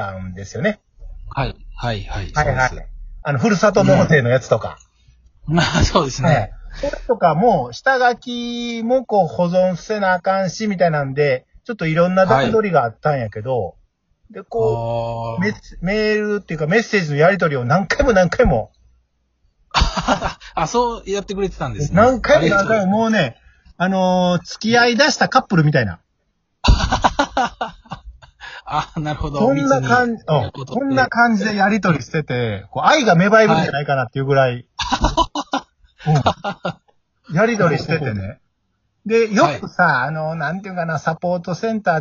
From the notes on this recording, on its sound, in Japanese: 2人組 #笑い声あり。リモート収録。ゲストと一緒に配信。